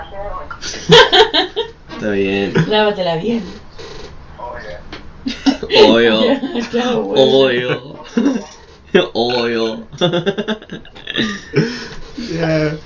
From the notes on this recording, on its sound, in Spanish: Disculpen la calidad del audio, todavía somos amateurs.